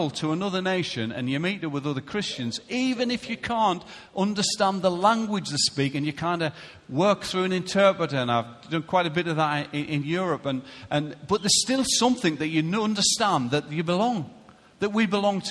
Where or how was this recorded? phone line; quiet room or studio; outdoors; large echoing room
large echoing room